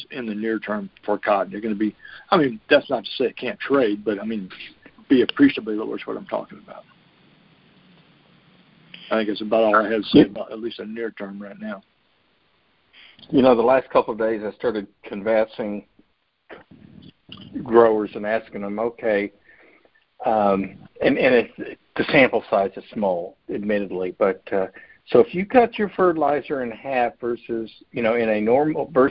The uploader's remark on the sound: Monthly Conference Call